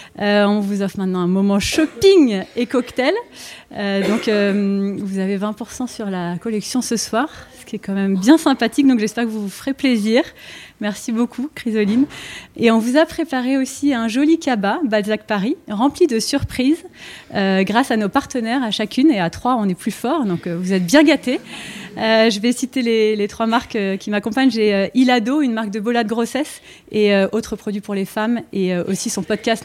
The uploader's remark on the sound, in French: Episode en live. Enregistré, en live, le mardi 10 octobre, au cours d’une soirée dans la boutique de Balzac Paris.